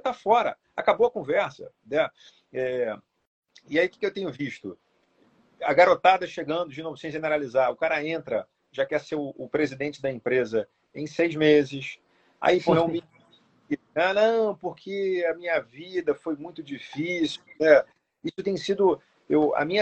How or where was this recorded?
video call